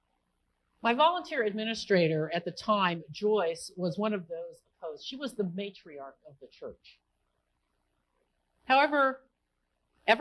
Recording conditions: large echoing room